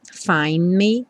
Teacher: também junto o N do find com me direto